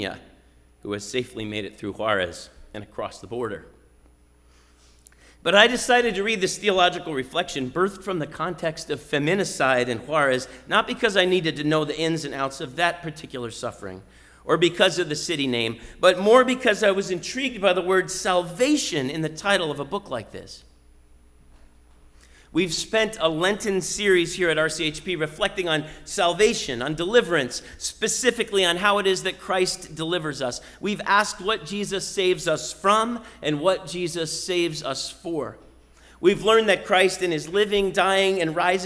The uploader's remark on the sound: Sermon preached at RCHP on Easter Sunday, April 17, 2022.